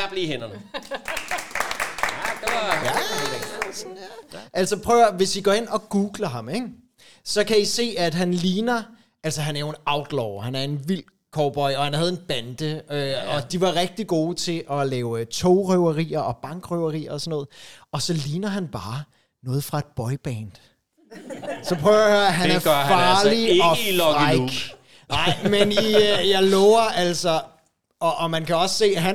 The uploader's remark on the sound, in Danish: Optaget live i Kulturium, Ishøj.